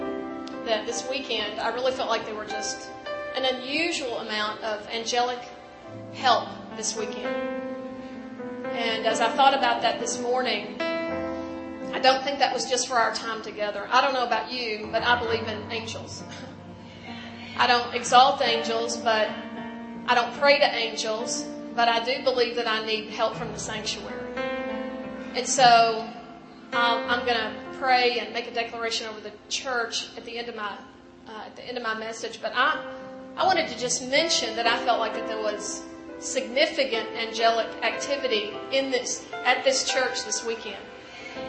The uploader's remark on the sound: In this last session of The FOCUS Conference